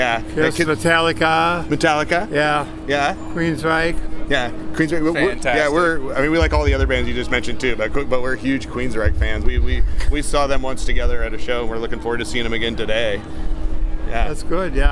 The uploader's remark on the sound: Record live from the 10th annual Rocktemberfest in Hinckley, Minnesota! They chat with concert goers.